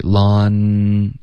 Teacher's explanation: 前面这个 laun 它有舌头向上顶的音，对，舌尖顶上去，laun 这个的音顶上去。如果你读成 laundry。嗯，laundry 是不对的。对，laun 的这个后鼻音就不对了，要顶舌尖。